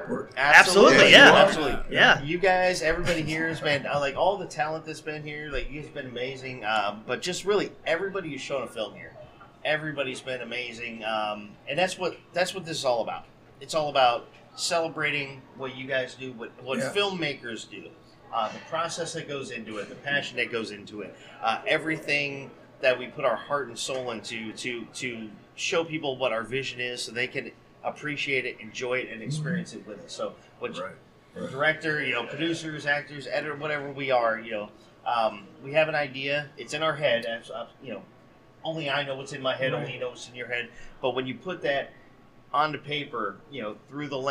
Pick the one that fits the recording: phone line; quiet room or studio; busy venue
busy venue